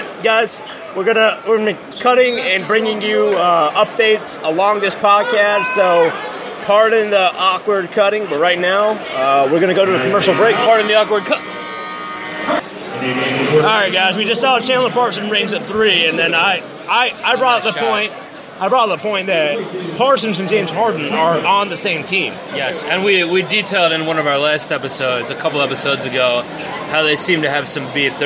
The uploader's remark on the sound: Live from MSG